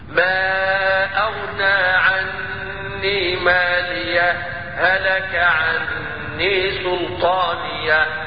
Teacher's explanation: الوجه الأول نقول الإظهار ولا بد وأن يصحبه السكت وهي سكتة لطيفة بدون تنفس